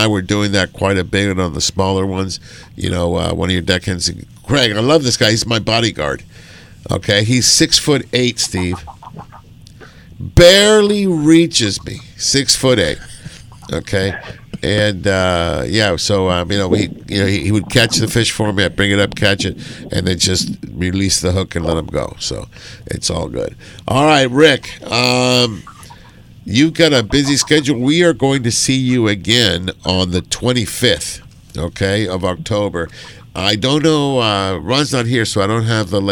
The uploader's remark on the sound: "LIVE" from Angel Stadium in Anaheim, CA